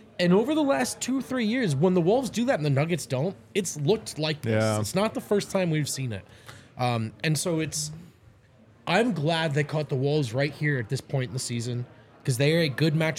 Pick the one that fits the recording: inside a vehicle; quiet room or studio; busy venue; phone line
busy venue